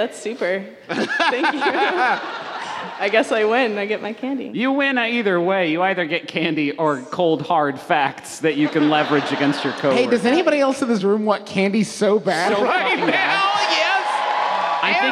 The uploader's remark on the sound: We apologize to the city of San Jose for how many pranks we did on this episode, in which we celebrated the Great Pranking Day while recording a live show.